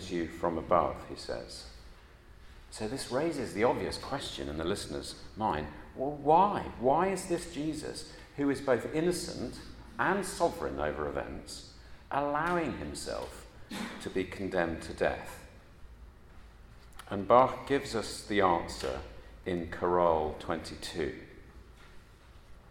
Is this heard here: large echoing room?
yes